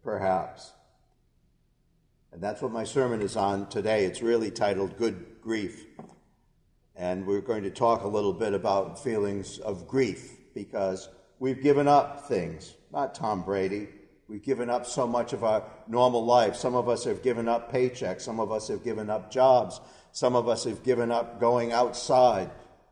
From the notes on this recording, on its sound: A portion of our worship service at the Old First Congregational Church in Bennington, Vermont.